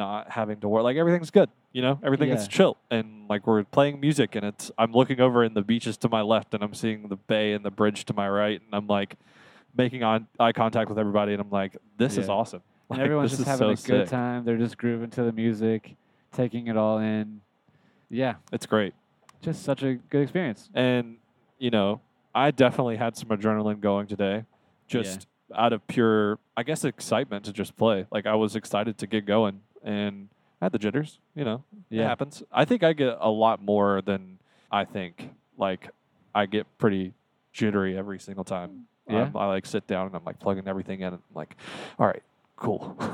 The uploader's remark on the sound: as they travel back to Charlotte